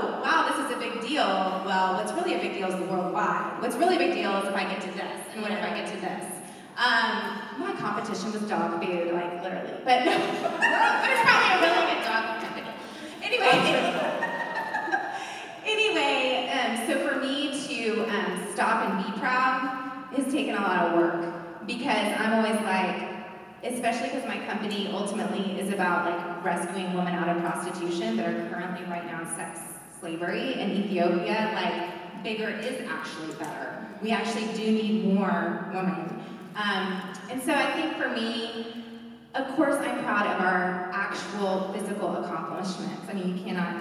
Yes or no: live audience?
yes